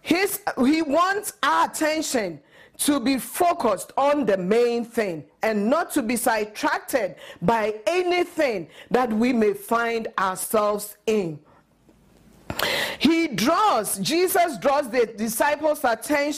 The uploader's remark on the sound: At Living Word Assembly of God Church.